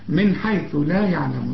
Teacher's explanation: نون ساكنة بعدها ح مفيش غنة، الحاء من حروف الإظهار، من حيث لا يعلمون، لا يعلمون